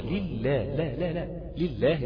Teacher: نعم، قول ولام لله، اوعى ترخي اللام الثاني، اوعى تفخم اللام الثاني بتاعت لله، لان اللام الاولانيه مكسوره